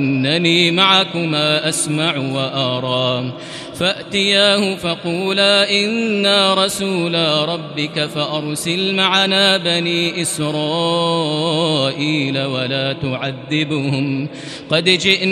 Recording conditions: large echoing room